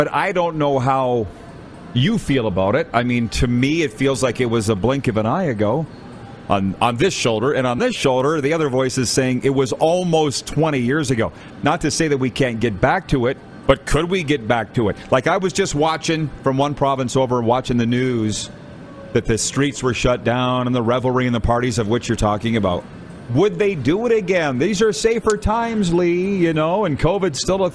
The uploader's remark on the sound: LIVE from the Grey Eagle Resort & Casino in Calgary!